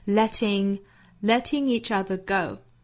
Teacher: 在英音之中，这个 letting 里面的 t 的发音爆破送气还是很明显的